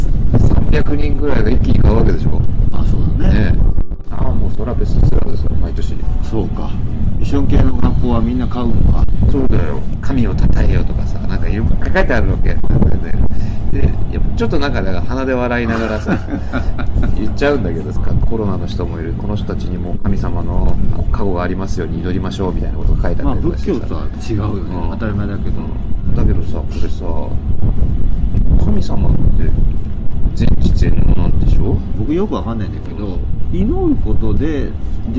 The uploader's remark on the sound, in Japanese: 屋外で収録したため、風の音などでお聞き苦しい箇所があります。ご了承ください